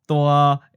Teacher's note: Tua is an adjective in the mid-flat seventh tone that means big.